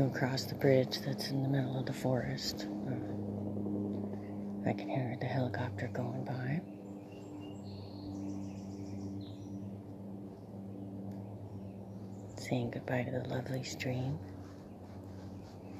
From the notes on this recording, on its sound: Sharing my inner thoughts while walking. I am on my way to listen to sounds along the way.